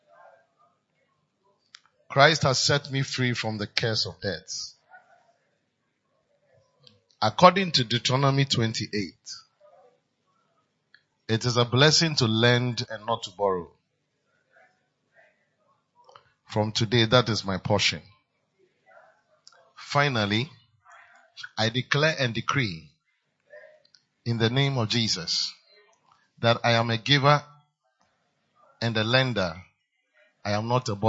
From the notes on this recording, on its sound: PREACHED ON SUNDAY 26TH FEB, 2023 DURING FLOW ANOINTING SERVICE AT CAPTAIN OF SALVATION CATHEDRAL.